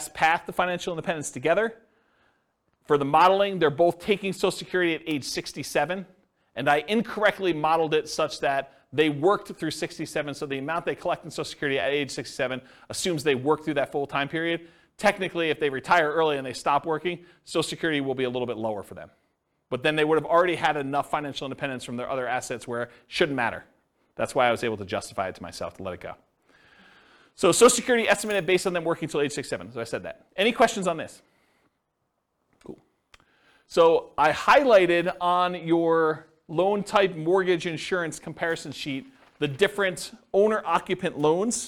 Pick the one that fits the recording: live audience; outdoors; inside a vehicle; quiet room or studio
live audience